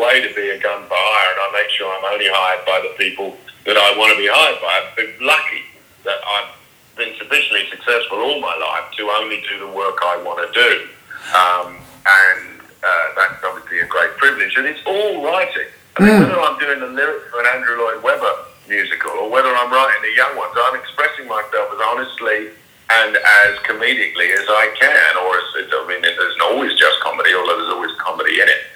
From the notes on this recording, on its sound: A brief phone conversation